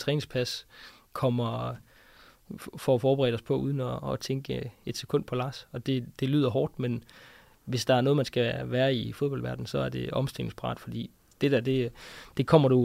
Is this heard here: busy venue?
no